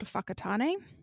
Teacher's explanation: spelled with a W, pronounced like an F.